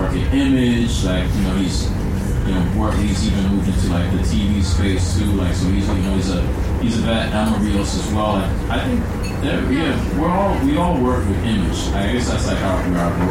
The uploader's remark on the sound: Recording Live at the recent Los Angeles Comic Con